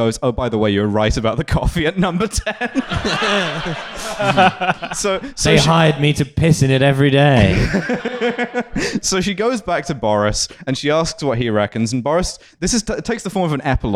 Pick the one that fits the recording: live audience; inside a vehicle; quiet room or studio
live audience